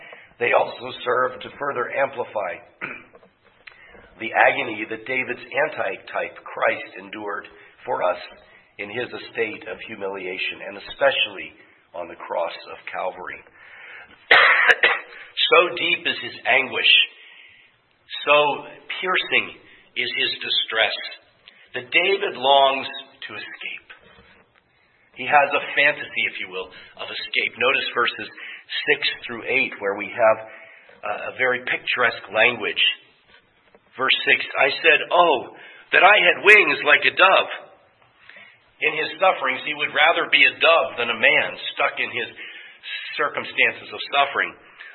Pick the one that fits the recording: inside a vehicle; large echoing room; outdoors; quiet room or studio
large echoing room